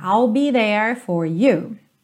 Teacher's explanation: Não, o último é não é pronunciado. Então, there termina ali, ó, com a língua enrolada